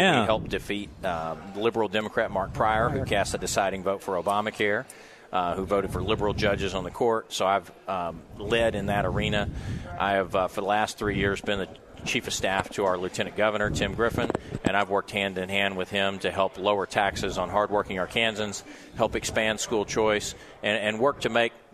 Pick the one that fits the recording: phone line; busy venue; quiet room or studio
busy venue